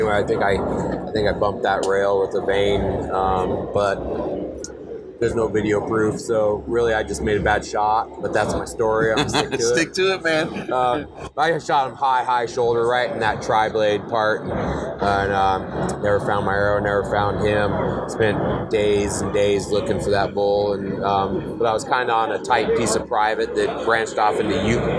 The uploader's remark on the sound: Live from The Initial Ascent Mountain Dude table at Hunt Expo 2020. Sit down at the Mountain Dude table and record.